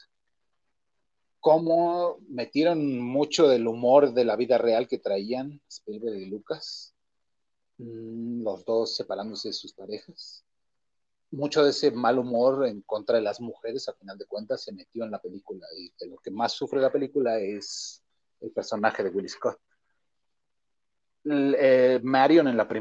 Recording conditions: poor sound quality